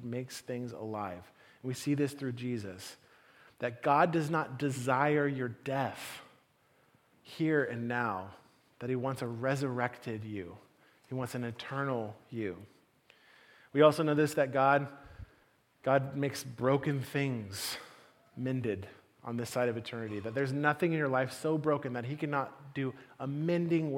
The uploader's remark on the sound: Message delivered at the Benicia campus